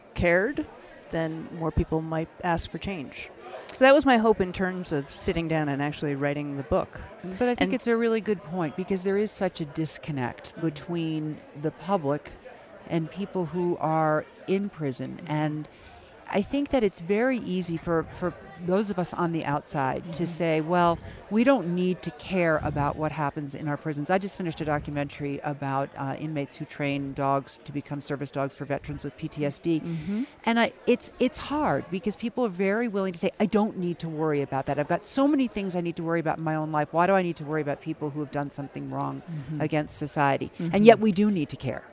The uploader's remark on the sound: From the 2016 Aspen Ideas Festival in Aspen Colorado